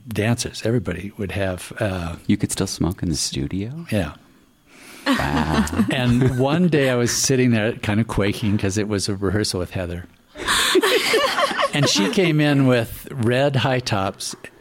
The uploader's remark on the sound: This episode was recorded LIVE from the Vail Dance Festival, This episode was recorded on August 6, 2021 at the Manor Vail Lodge.